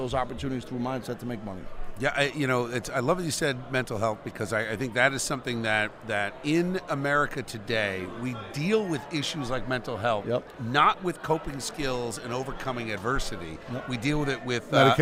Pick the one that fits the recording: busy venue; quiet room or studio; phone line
busy venue